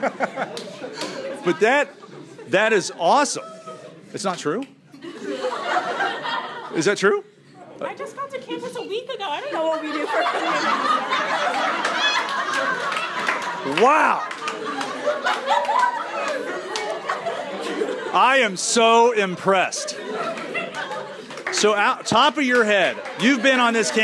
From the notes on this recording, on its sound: This show starts at Fisher College in Boston in front of a live studio audience.